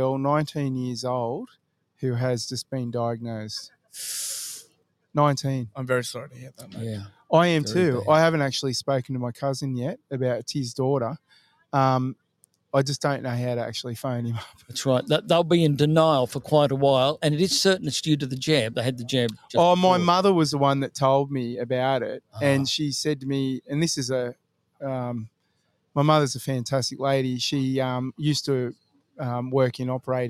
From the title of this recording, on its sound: Live from Memorial Park in Bunbury WA